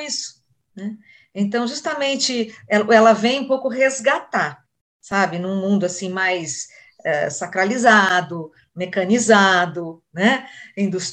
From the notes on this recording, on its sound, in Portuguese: nós realizamos um encontro on-line